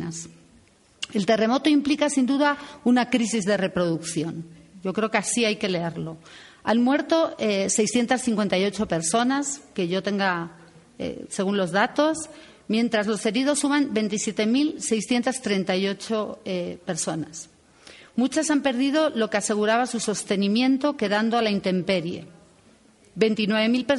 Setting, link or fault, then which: setting, live audience